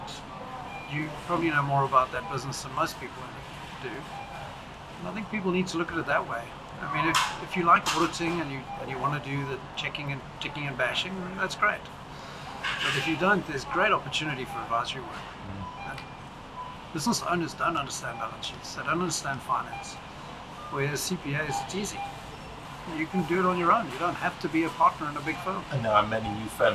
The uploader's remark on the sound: This was a live, in person interview, so apologies for the audio quality